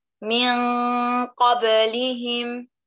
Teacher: وغنة الإخفاء أغلق المخرج تماما نأتي بالغنة كاملة مفخمة من الخيشوم